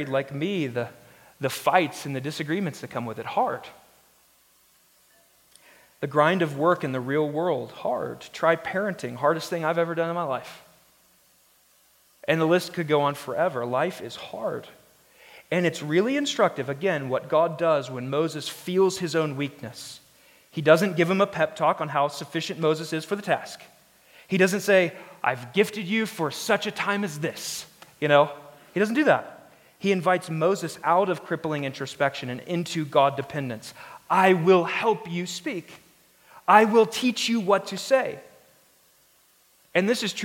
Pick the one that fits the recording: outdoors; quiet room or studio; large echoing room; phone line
large echoing room